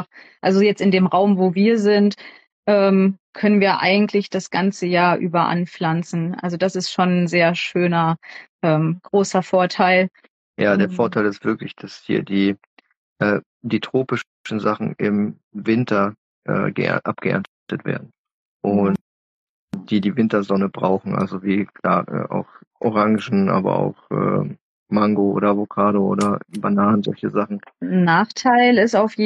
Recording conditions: video call